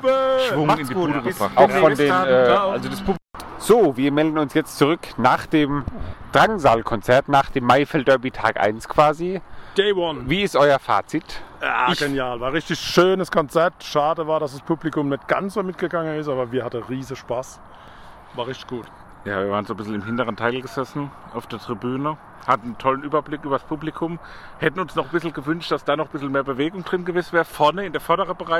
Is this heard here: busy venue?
yes